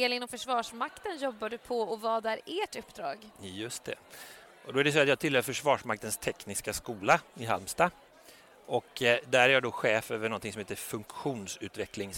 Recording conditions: busy venue